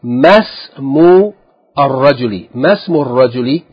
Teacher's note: the kasra of the word ism is not pronounced because there's something before it. · Term: hamzatul wasl